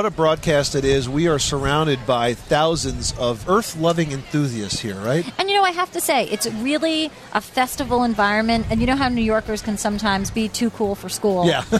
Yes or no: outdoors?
yes